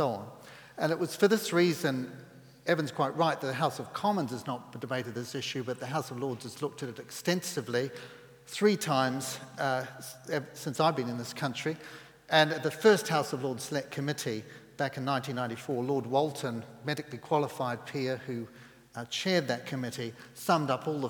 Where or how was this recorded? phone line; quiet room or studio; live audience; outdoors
live audience